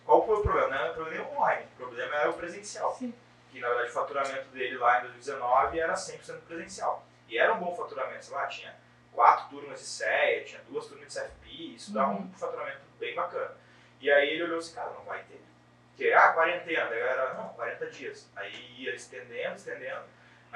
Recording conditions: poor sound quality